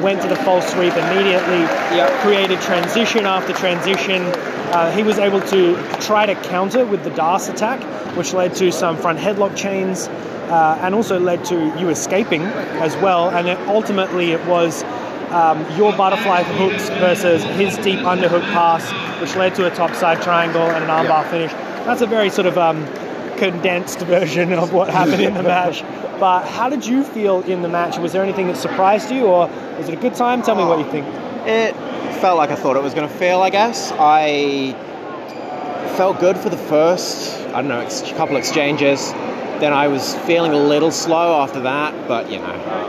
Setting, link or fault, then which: setting, busy venue